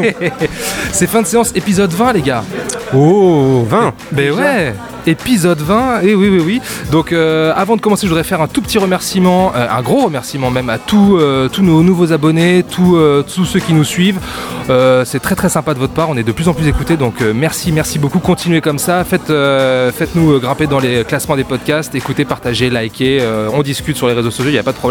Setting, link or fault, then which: setting, busy venue